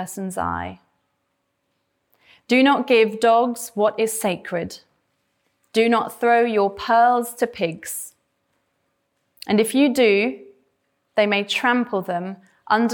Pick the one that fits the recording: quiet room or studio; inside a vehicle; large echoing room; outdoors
large echoing room